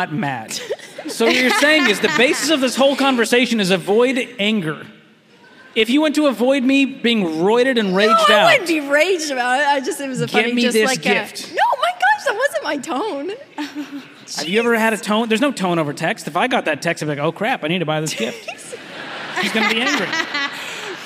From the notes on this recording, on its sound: Featuring the very first LIVE audience in the new Ramsey Event Center. From the Smart Conference stage.